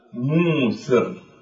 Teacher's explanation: وكذلك في كلمة اليسار، فاسم الفاعل على الأصل ميسر، ولكنهم عدلوا من الياء إلى الواو فقالوا موسر لأنه أيسر على اللسان